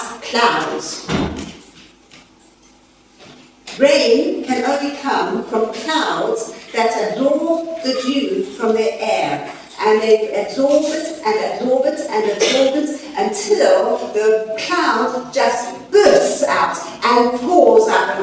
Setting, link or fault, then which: setting, live audience